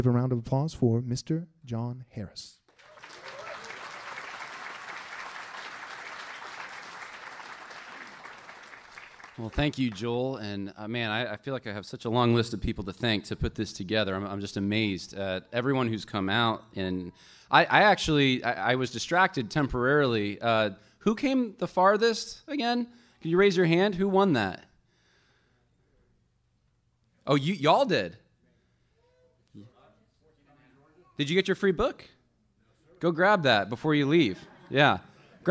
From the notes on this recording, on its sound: lecture from our recent conference